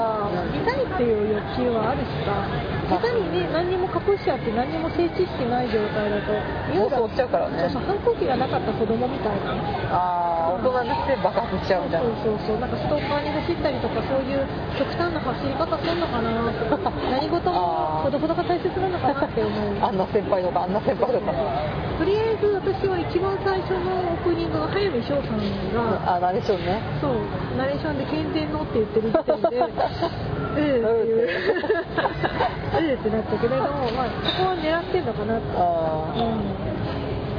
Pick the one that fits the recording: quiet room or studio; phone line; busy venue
busy venue